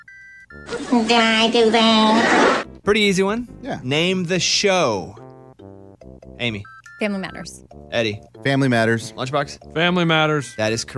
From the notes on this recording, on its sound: Listeners call in to share their equally awkward stories.